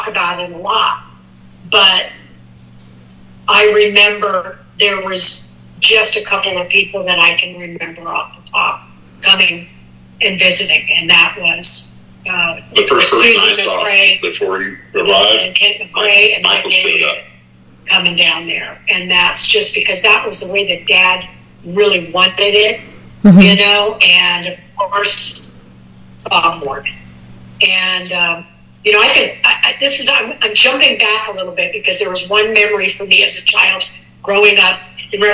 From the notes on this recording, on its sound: The episode was recorded via phone. Which contributes to the sound quality variances.